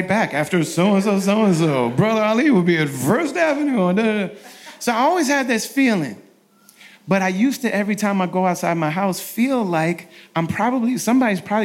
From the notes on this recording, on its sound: Live in Minneapolis. This week’s episode is a live recording. VIP Q&A sessions in Minneapolis.